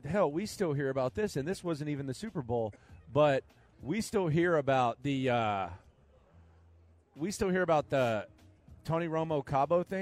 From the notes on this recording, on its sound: Live from Radio Row